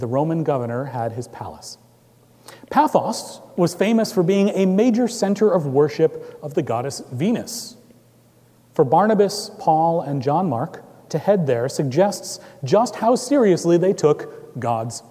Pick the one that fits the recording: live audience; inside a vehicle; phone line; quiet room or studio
live audience